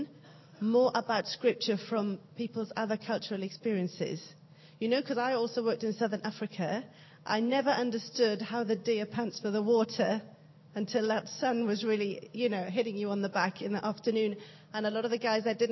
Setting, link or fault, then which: setting, live audience